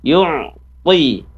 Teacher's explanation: huruf ainnya diperjelas. Ya, ain tengah tenggorokan